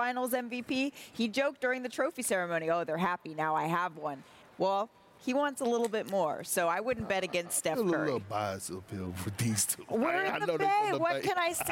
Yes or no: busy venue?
yes